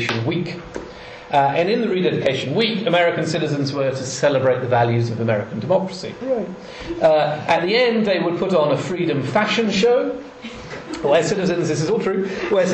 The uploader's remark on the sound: Part of the Politics in Strange Places Conference held in Oxford in September 2010.